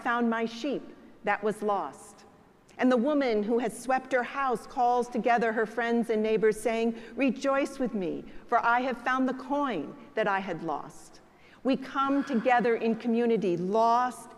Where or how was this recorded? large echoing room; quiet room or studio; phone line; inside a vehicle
large echoing room